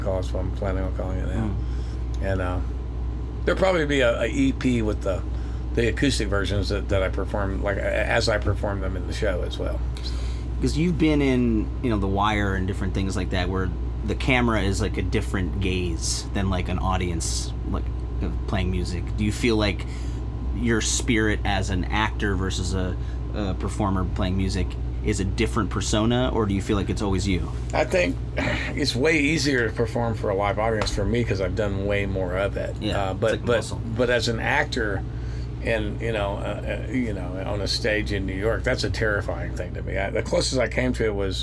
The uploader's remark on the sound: The conversation was recorded outside Romp Fest in Kentucky. Tour bus.